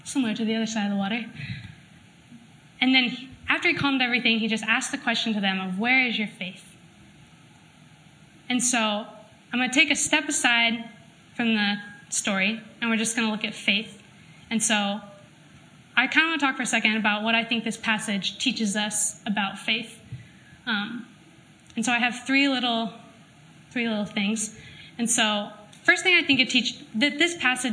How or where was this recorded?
live audience